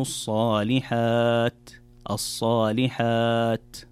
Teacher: طيب، في الآية التي بعدها قال الله تعالى إلا الذين آمنوا وعملوا الصالحات، إذا سكت لابد أن تأتي بالهمس في هذه التاء، وهي من حروف الهمس، فلما تقرأ الصالحات من الخطأ أن تقرأ وعملوا الصالحات أو وعملوا الصالحات، في الصالحات الوقوف على حرف التاء يكون بهمس وليس بقلقلة أو بإطباق التاء فتختفي كأنها تختفي تماما